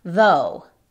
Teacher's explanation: Ya saben, tenemos esa TH con voz y sin voz. En este caso es con voz y suena exactamente como nuestra D en español.